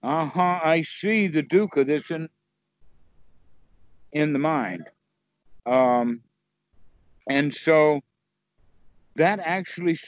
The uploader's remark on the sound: Skype calls on this channel.